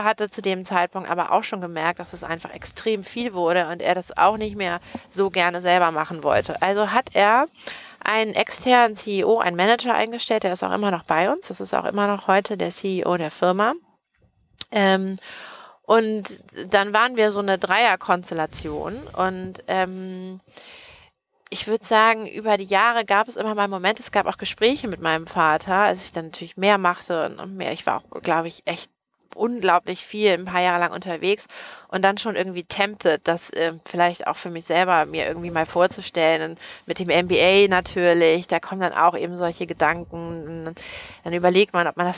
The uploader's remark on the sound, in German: Unser erster Podcast, der im Auto aufgenommen wurde - live vom Hamburger Flughafen.